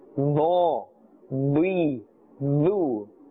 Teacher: The sound has a thick tone, full sound, full mouth, because it's part of the huruf musta'aliya.